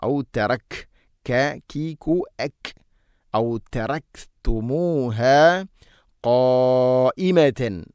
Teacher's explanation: ഖാഫിൻ്റെ മഖ്റജ് ചെറുനാക്കിൻ്റെ ഭാഗമാണ്